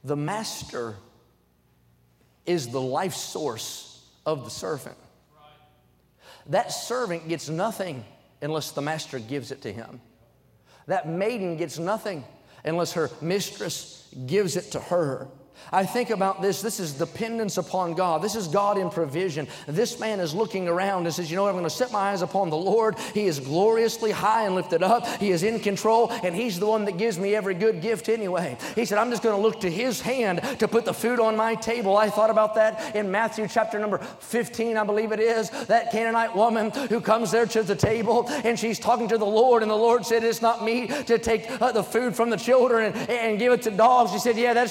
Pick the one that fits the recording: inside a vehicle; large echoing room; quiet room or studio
large echoing room